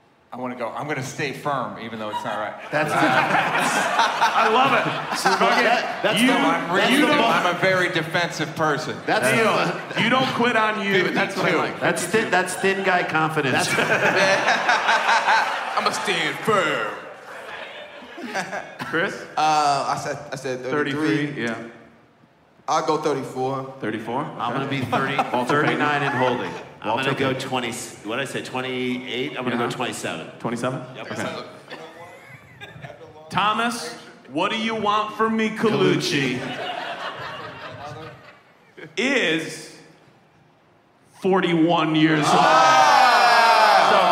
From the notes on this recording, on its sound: DPT LIVE. This week Dumb People Town goes live.